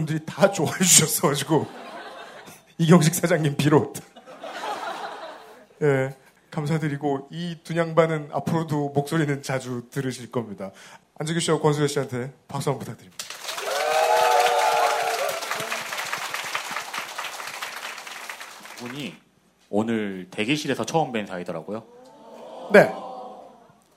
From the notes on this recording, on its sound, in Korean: 200회 특집 공개방송.